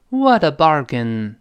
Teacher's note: what 跟 a 连读加浊化读了